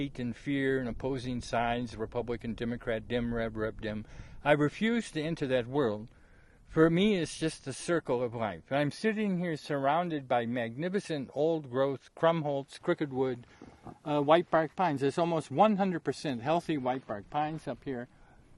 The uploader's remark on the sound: From Cornucopia Peak. Recorded on CORNUCOPIA PEAK at +-2650m in the South WALLOWAS.